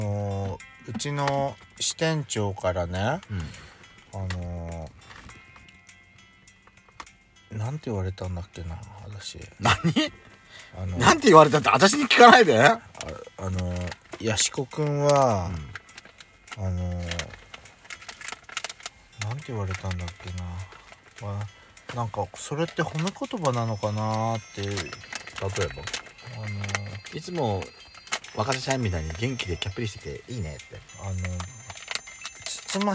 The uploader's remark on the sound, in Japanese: パーキング収録